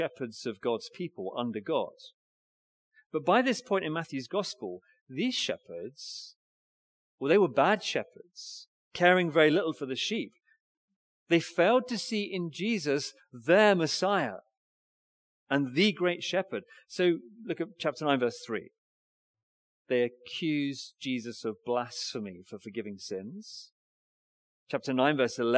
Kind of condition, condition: setting, large echoing room